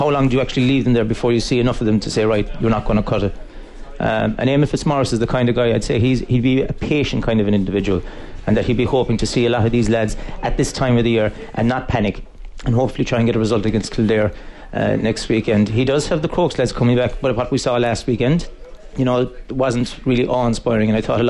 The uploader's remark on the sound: The Panel was broadcast live from the 24th Annual Comortas Peile.